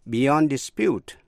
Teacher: dù là danh từ hay động từ đều viết giống nhau, phát âm giống nhau và cùng nhấn vào vần nhì